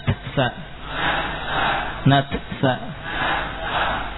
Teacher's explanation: jadi muncul hamas dulu baru sinnya dari tempat makhraj sin